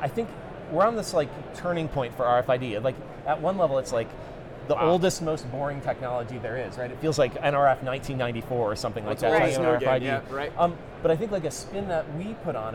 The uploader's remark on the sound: Live From NRF 2024